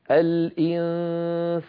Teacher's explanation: النون المخفى صوت مرقق